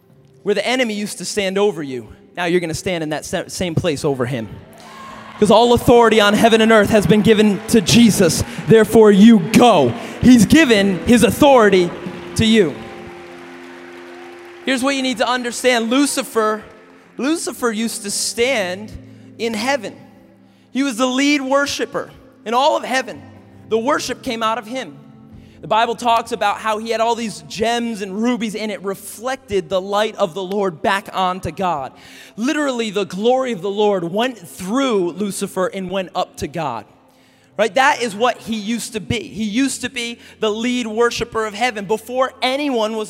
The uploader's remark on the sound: message at Awakening Conference 2016